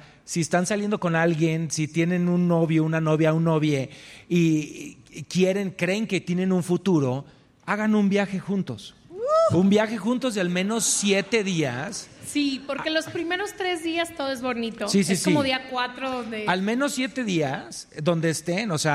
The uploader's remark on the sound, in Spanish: en vivo desde el Lunario del Auditorio Nacional en CDMX